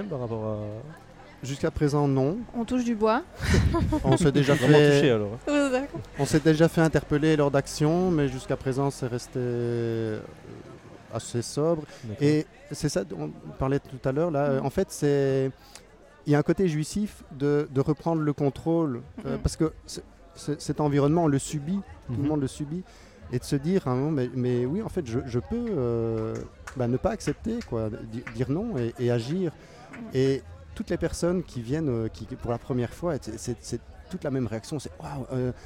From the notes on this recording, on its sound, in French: Festival Esperanzah! 2022. Media est présent au coeur du festival, à la rencontre des participants, des artistes et des ONG qui font vivre cette édition 2022.